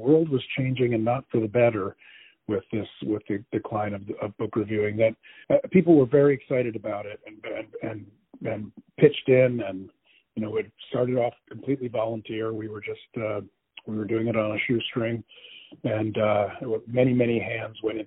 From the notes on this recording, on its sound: On the phone